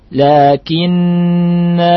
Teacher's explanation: Tapi kalau dibaca berhenti, lakinna, dua harokat.